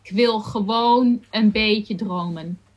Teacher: the K is part of the word ik, which means I. But in this instance, we connect it to the next word, kwil, which is very much like a speaking way of using the word kwil.